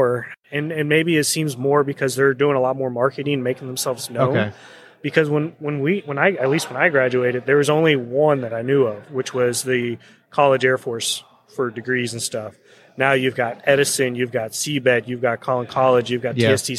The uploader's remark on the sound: Day one Live at the MD EXPO